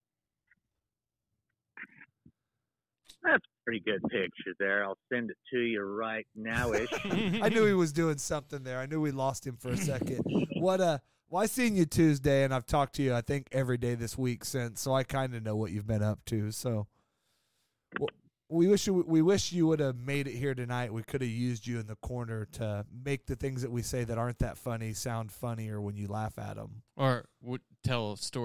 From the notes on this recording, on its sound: As he answers the phone he is just getting home from his 5th family reunion this week and walks across the street to a strange location to have a drink. Short call.